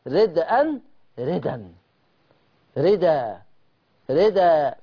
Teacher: اتنقلت حركه الهمزه للدال وحذفت الهمزه تخفيفا · Term: النقل